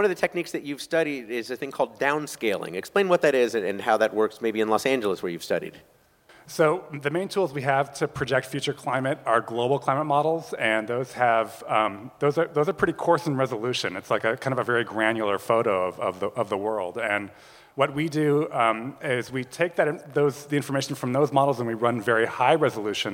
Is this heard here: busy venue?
yes